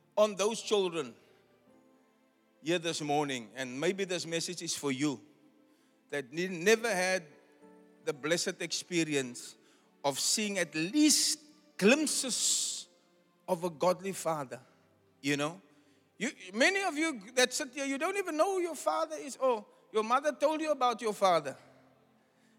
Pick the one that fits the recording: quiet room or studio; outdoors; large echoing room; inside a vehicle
large echoing room